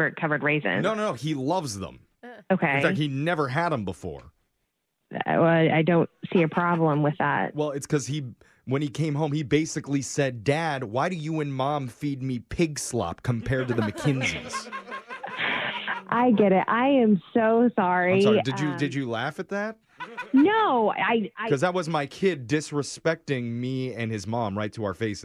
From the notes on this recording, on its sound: Phone Tap